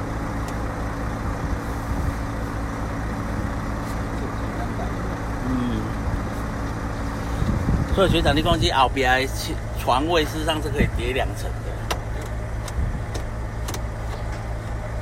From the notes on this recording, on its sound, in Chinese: 聯結車外景。台灣馬路有多平，這集的音質就有多好。